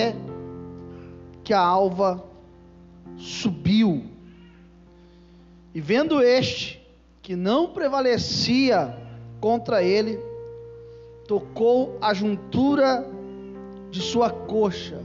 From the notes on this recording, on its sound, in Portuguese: Culto gravado em 04/02/2022 durante a celebração do culto. Durante a celebração do culto de cura e libertação.